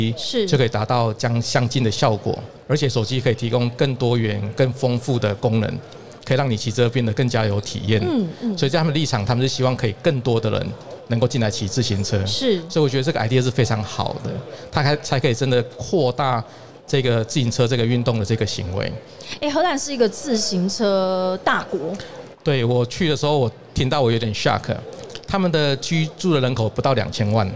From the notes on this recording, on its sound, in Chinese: 2022 Taipei Cycle台北國際自行車展-Live Podcast。